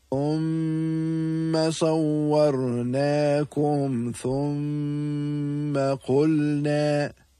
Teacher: In the word thumma, there's the meem with a shadda, and therefore ghunna will be applicable.